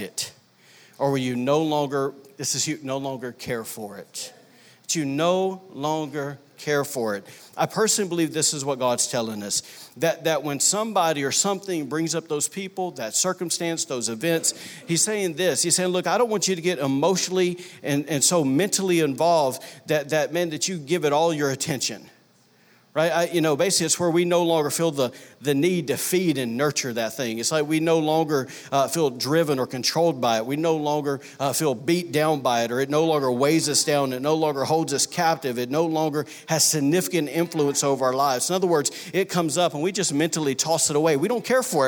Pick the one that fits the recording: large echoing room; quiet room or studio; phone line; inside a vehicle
large echoing room